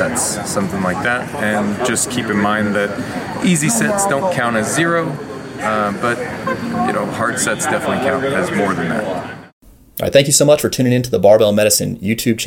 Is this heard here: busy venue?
yes